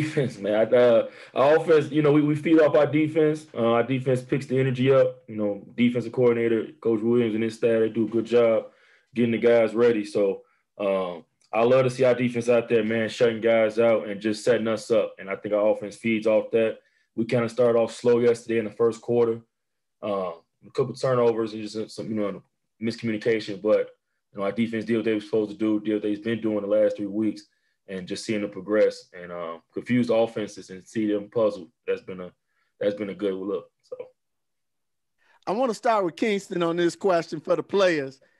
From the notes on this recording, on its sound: Our Version Of A Virtual Press Conference With Post-Game Interviews With Coaches And Players From Games Played This Week From Around The "Chicago Public League".